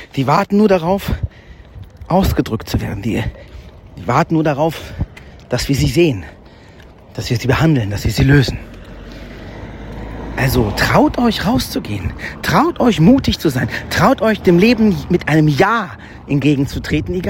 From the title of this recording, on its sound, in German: Live vom Jakobsweg